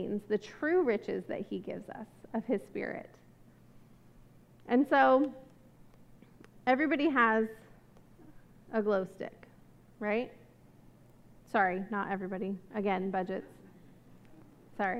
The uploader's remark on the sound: This message was recorded at a Sunday service on October 9, 2022